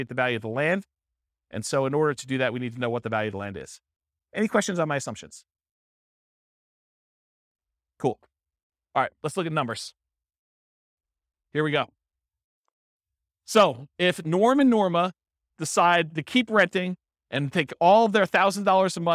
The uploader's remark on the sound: This was a live class recorded